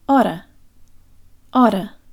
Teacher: The tongue flick used to say the T sound here is what Russians use for a flipped R.